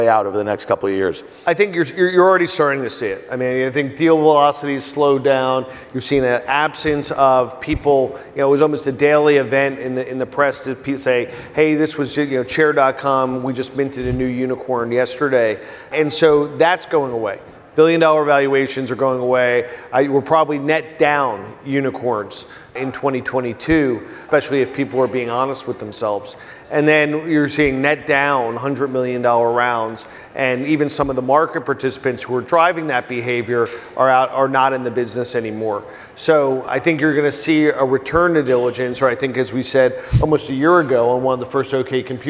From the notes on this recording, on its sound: Have a chat at the iConnections Global Alts Conference in Miami. Have a chat at the iConnections Global Alts Conference in Miami.